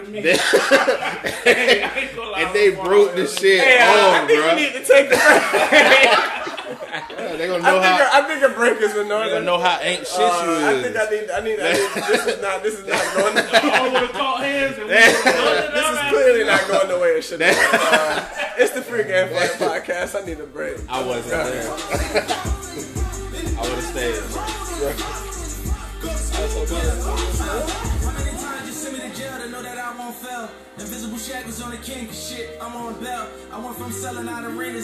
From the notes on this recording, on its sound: LIVE from 1699 with a FULL HOUSE!